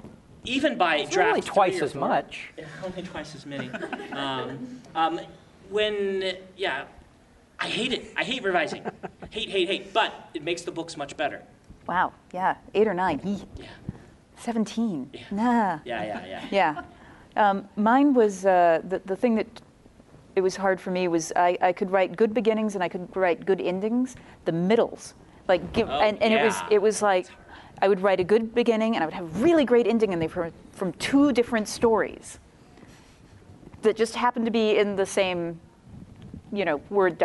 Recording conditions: live audience